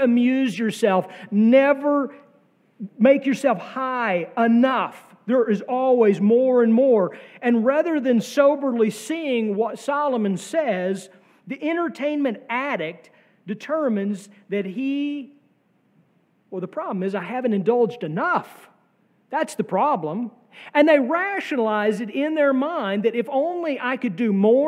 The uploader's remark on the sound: sermon from our worship service on May 7, 2023